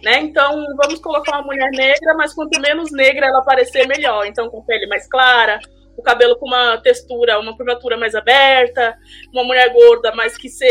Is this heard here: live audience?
no